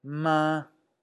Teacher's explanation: el primer tono es alto y sostenido